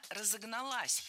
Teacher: Окончание должно быть ударным.